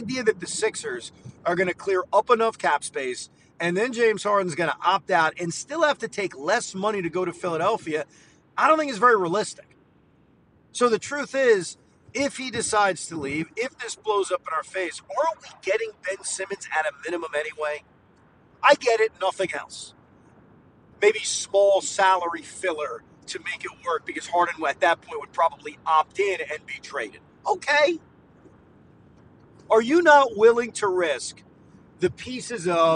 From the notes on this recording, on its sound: Drive home reaction. While driving home.